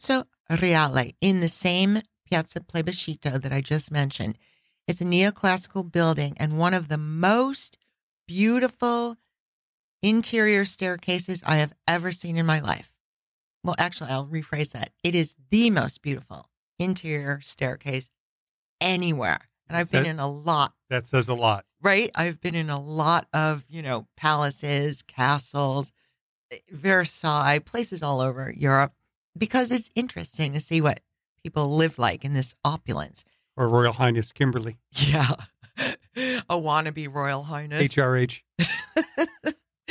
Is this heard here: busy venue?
no